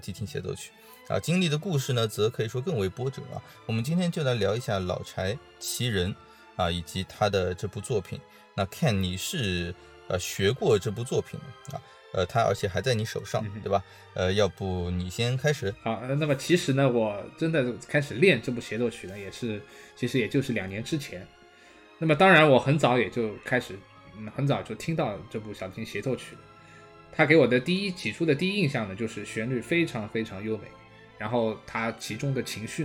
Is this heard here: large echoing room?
no